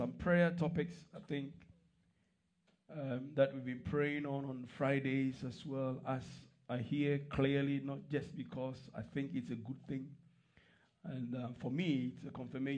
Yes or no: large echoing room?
yes